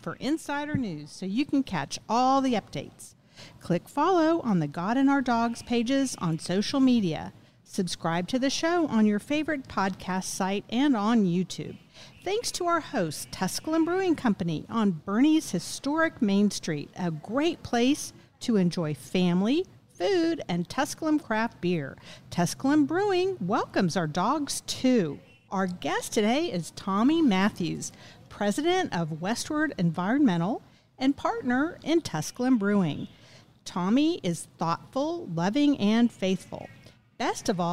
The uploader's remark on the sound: Recorded at Tusculum Brewing Company